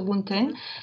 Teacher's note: boon teng elides very naturally because of the place of articulation